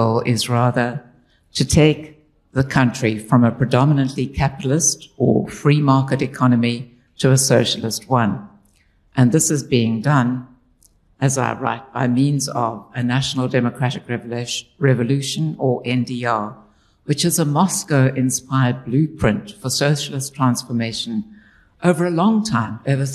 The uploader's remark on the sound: This is a recording of the inaugural book launch hosted at Exclusive Books in Cape Town on 19 July 2023.